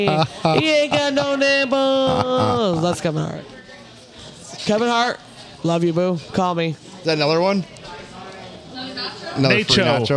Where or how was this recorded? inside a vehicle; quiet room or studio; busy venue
busy venue